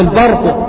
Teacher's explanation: تترقق الباء وتفخم الراء